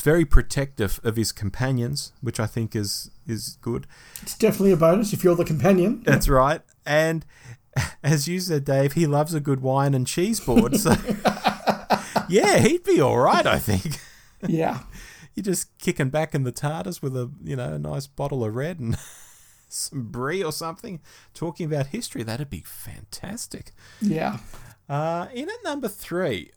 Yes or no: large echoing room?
no